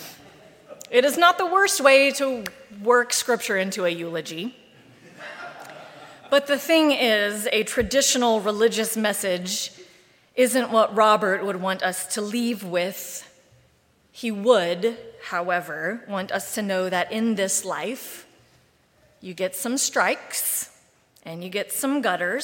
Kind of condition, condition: setting, large echoing room